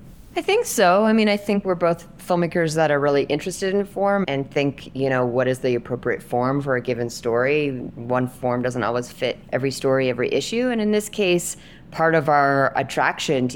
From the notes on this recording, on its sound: In the second of our live, in-person interviews at Sundance 2024